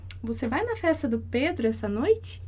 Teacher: a entonação ela sobe lá para cima, ela é crescente · Term: entonação crescente